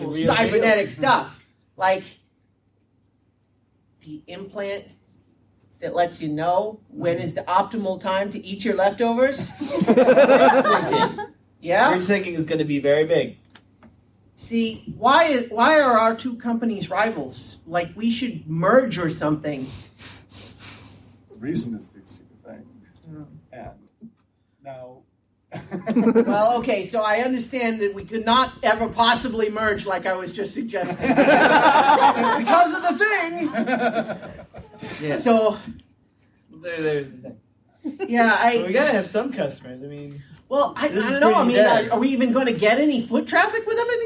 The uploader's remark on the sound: Balticon Bonus Episode 2- Podcaster Improv. Featuring a recorded panel from Balticon 49.